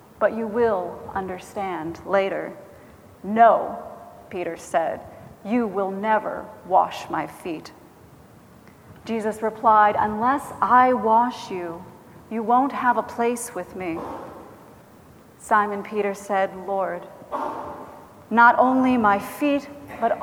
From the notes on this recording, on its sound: Recorded April 13, 2017 at Trinity Presbyterian Church in Bixby, Okla.